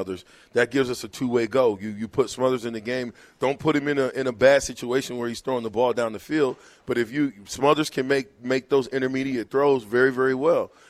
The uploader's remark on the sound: LIVE at Wingstop